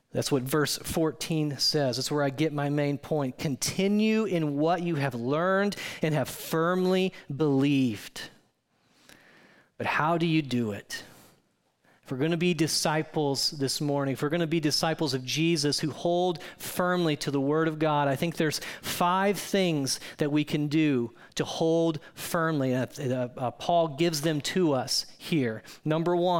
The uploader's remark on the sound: this audio from New City Church in Champaign-Urbana, IL.